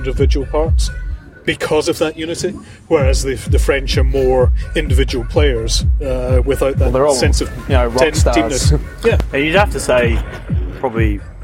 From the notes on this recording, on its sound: With the Roos in Kazan. At a cafe outside the Socceroos training base.